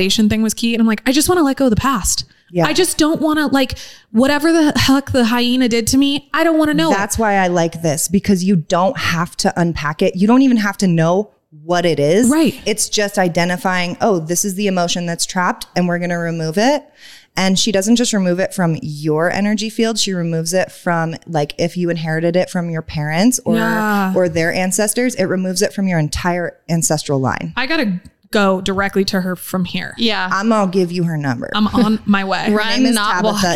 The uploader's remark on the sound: Recorded Live from The National Automobile Museum in Downtown Reno